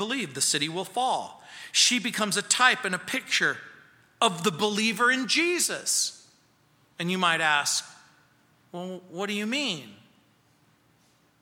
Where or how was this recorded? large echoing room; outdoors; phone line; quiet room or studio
large echoing room